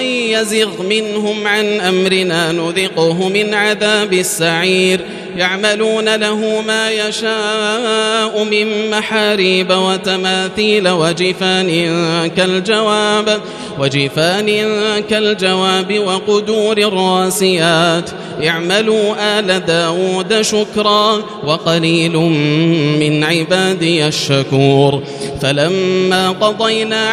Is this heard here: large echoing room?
yes